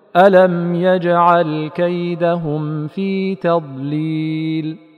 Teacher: فإن الميم من الشفتين جميعا والفاء من الأطراف الثنائي العليا مع باطن الشفة السفلى. هذا ما يجعل الانتقال من الميم إلى الفاء دون ما زيادة في صوت ما أسهل وأمكن منه في الصورة الأولى، والله تعالى أعلم. · Term: الميم الساكنة